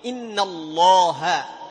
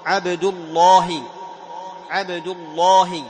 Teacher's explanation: في لفظ الجلالة إذا سبق فتحة وضم، أيوة، تغلظ